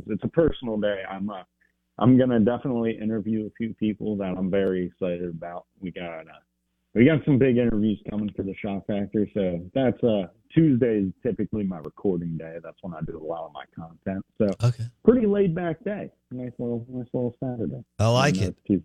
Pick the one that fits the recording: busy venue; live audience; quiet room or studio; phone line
phone line